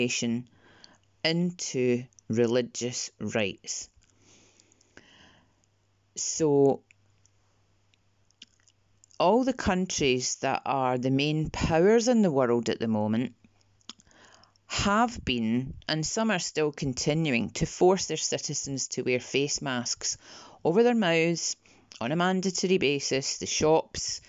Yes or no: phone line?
no